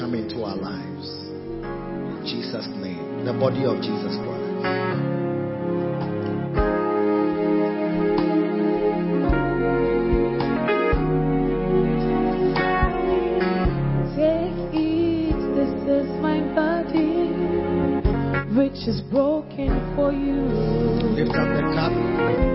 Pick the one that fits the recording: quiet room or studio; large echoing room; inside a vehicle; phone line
large echoing room